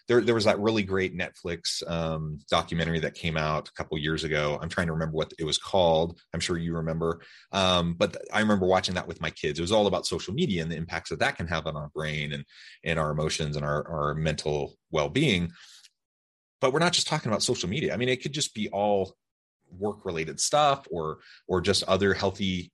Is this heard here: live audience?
no